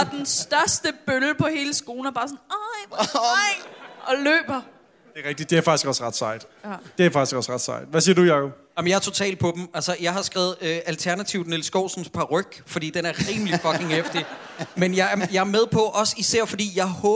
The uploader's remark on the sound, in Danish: Vi er LIVE på Bremen